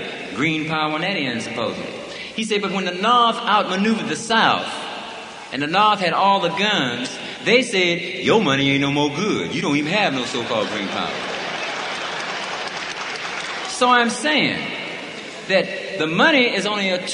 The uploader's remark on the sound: At Free Huey Rally.